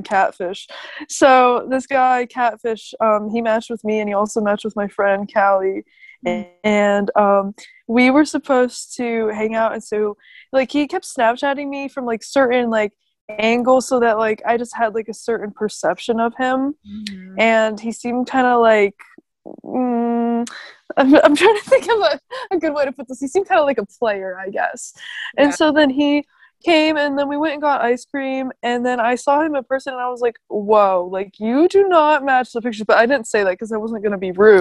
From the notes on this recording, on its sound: Via zoom.